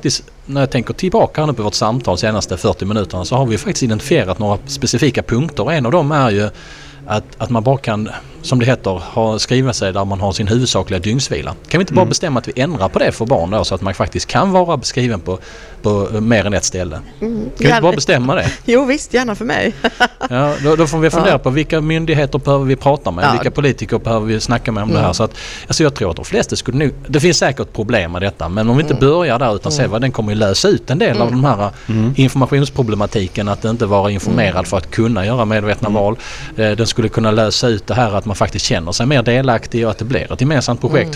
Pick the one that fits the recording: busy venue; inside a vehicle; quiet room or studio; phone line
busy venue